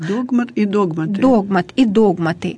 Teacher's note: в слове «догмат» ударение падает на первый слог.